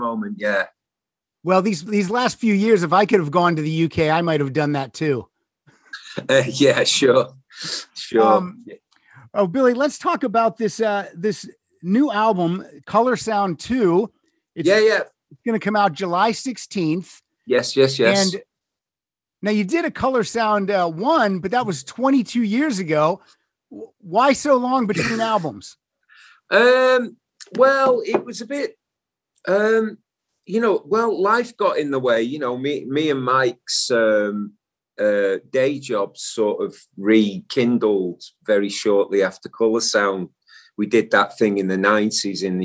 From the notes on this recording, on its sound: the Zoom Room